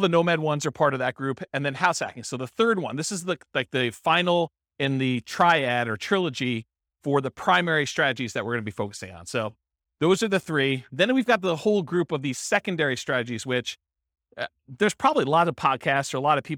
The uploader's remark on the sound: This was a live class recorded.